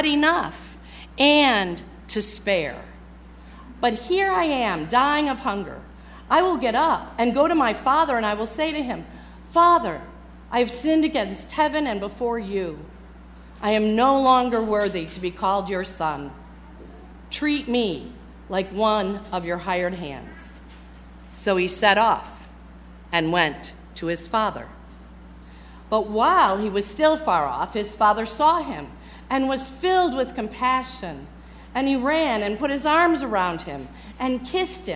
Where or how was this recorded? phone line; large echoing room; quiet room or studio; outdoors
large echoing room